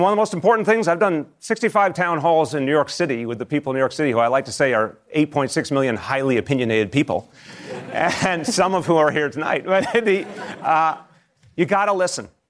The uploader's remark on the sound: During a live town hall. In New York.